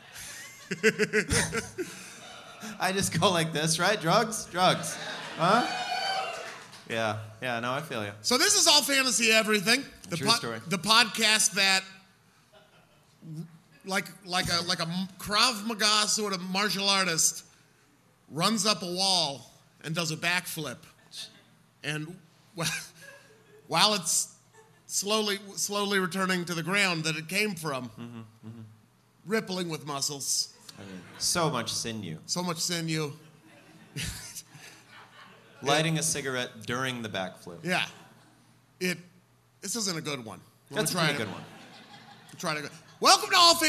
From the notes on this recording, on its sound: Live and Hungover at Bridgetown. It's the first live All Fantasy Everything. It IS live as hell.